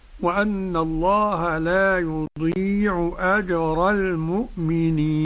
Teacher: الجيم معطشة في قراءتنا وقراءة مشايخنا والسلف الصالح كله